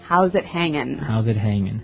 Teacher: usually you don't really pronounce the G in this context because it's very informal